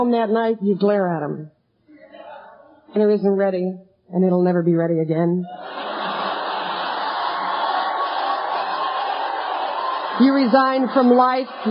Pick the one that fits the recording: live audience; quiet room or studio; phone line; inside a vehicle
live audience